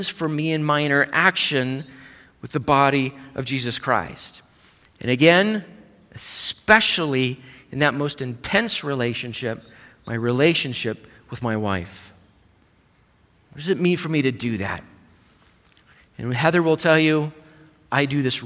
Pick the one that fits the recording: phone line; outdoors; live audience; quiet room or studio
live audience